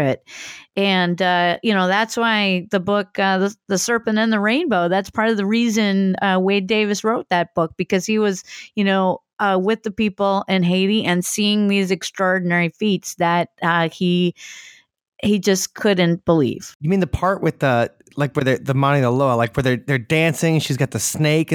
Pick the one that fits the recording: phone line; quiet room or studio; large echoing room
quiet room or studio